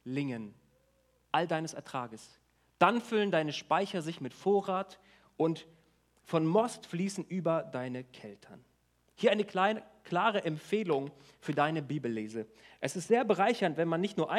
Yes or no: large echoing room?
yes